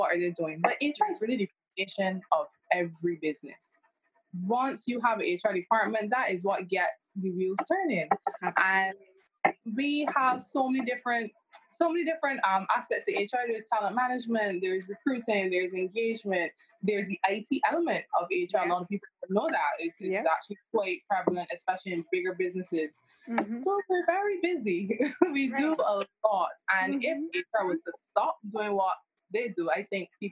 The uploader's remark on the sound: Sincere apologies for the sound quality in this episode.